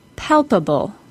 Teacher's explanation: The P sound and B sound are stops. So if you put your hand in front of your mouth, you should feel three distinct puffs of air during this sound.